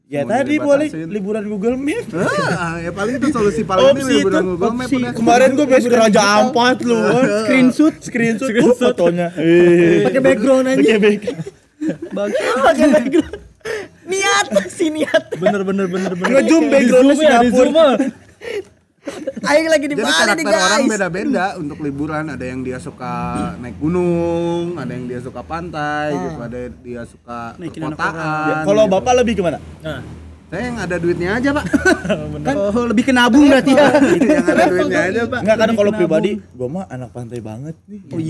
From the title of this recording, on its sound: LIVE FROM SALAKA COFFEE